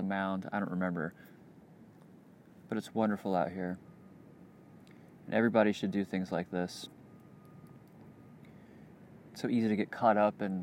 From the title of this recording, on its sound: Outside at Westside Park, Gainesville, FL